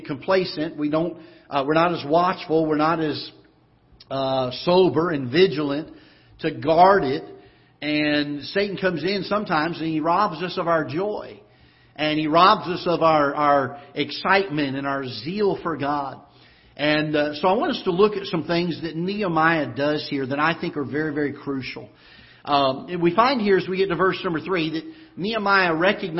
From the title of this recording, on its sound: Ketha Heights Baptist Church ~ Live Broadcast